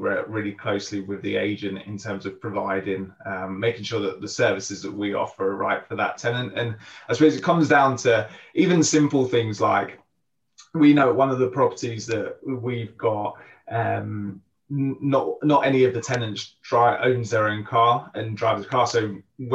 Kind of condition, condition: link, video call